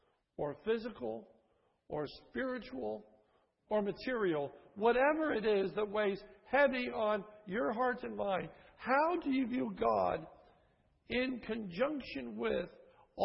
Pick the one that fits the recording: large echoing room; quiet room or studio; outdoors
large echoing room